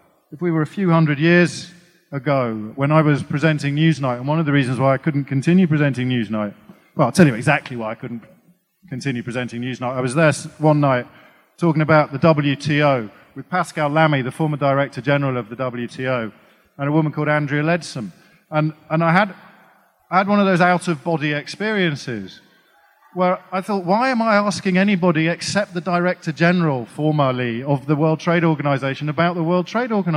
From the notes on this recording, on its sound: Recorded on 10th Feb 2020 at EartH Hackney.